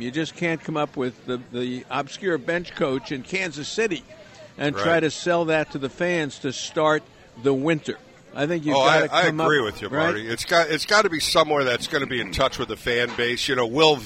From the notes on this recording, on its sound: Talkin’ Baseball LIVE at the Public House